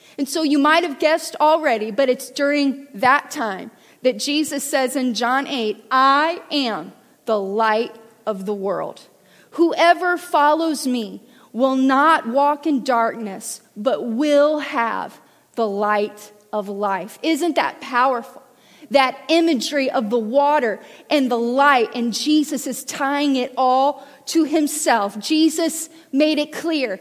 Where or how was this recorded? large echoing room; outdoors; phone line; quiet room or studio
large echoing room